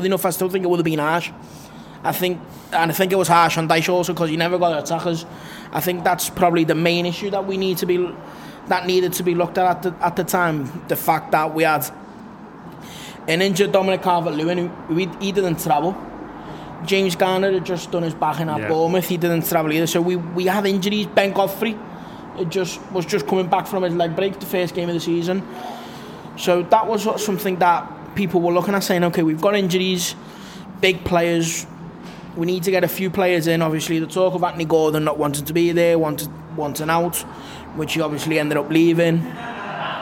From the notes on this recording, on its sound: Live from The Baltic Fleet.